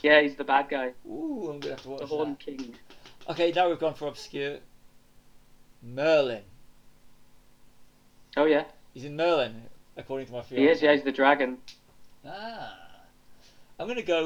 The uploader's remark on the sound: Apologies for audio issues.